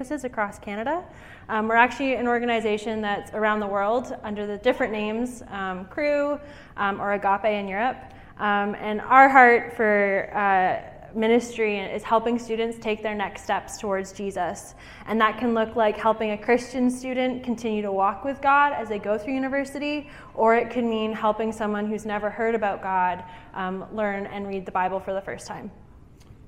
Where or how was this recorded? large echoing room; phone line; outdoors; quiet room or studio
large echoing room